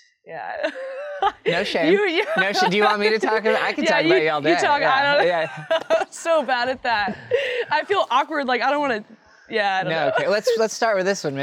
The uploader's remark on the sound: This episode was recorded live at the 2023 Corona Open J-Bay.